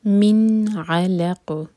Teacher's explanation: نون ساکن کے بعد حروف حلقی آ رہا ہے عین، تو نون پر ہم اظہار کریں گے اور ایسے کہ نون کو جھٹکا نہ آئے اور نہ ہی ہم نے وہاں پر اس کو کھینچنا ہے، نہ تو ہم کہیں گے من اور نہ ہی من، وہ غلط ہو جائے گا.